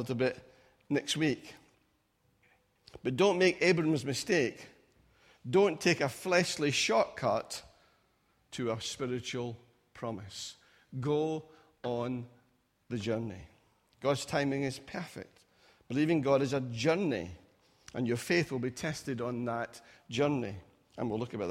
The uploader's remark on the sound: Recorded at freedomcentre church, Preston on Sunday 23rd July 2017